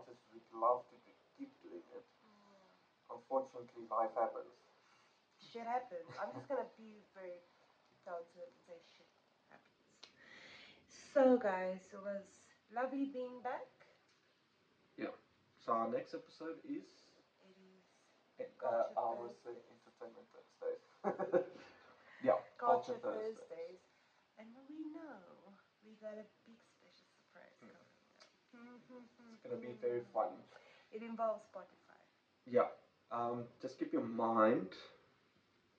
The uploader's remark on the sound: We are aware of the audio quality not being that great, we do apologize for that.